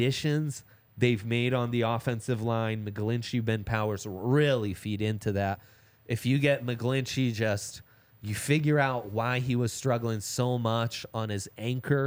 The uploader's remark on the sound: coming to you LIVE from the DNVR Bar